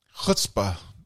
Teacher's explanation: the Yiddish CH sound is called an, quote, unvoiced dorsal velar non-sibilant fricative